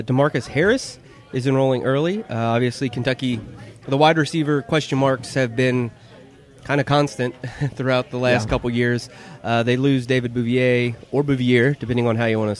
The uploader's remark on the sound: recorded their 100th episode at the Lexington location of Skyline Chili on Richmond Rd.